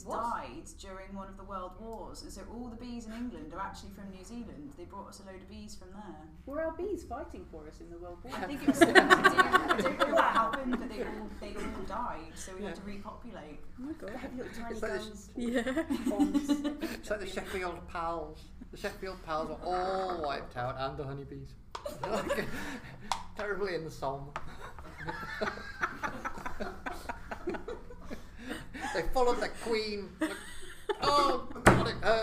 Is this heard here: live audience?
yes